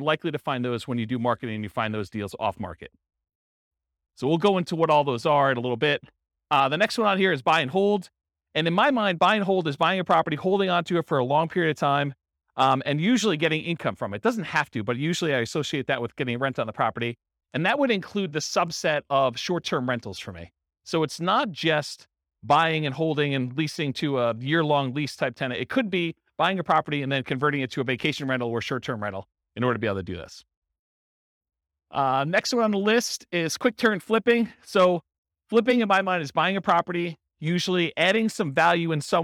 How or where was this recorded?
live audience